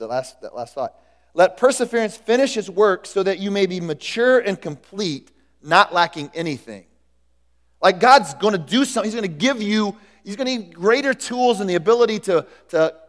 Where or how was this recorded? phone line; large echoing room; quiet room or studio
large echoing room